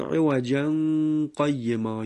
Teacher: عوجا قیما، وقتی که ما بدون سکت بخوانیم میشود عوجا قیما، یعنی تنوین خونده میشه، اخفاء نون تنوین هم نزد حرف قاف البته با رعایت درشتی صورت میگیره.